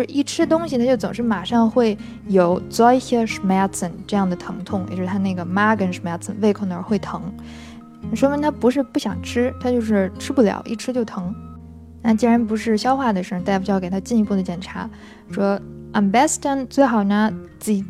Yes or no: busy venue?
no